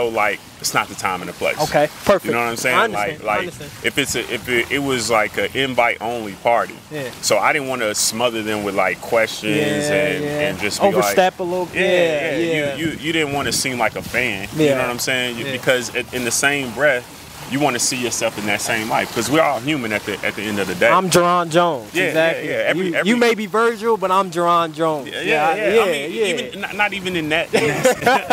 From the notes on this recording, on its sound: Recorded at the vibrant Summit in Lexington, Kentucky